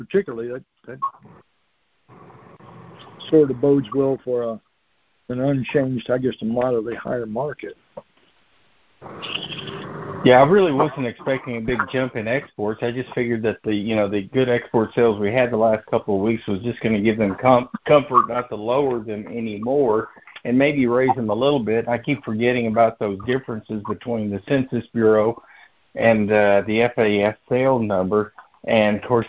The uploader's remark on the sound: Monthly Cotton Conference Call.